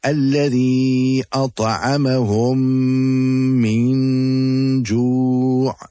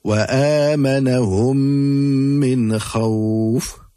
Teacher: the two memes become incorporated and will be recited with ghunna · Term: idgham shafawi